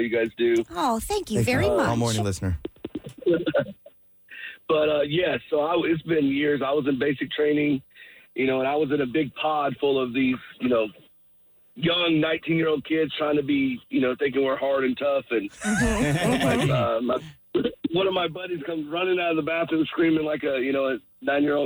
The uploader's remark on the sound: A bunch of people called in to tell us their horror and/or comedy stories!